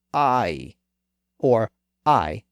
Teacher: A couple of centuries later, in the 1600s and 1700s, it shifted again. The initial sound dropped from in the center of the mouth down to in the lower part of the mouth. So instead of saying I, people began to say I, or I in normal speech. · Term: the modern I sound